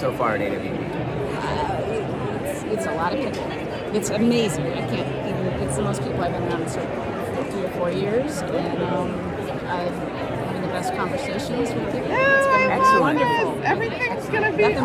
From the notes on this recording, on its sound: Because we were recording this on the fly in a venue with lots of people and no control of the environment, the audio quality is...not going to win a Grammy.